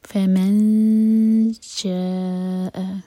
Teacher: شاء مد متصل ہے، چار حرکہ لمبا اور پھر حمزہ کا کٹ آف ساؤنڈ کلیئر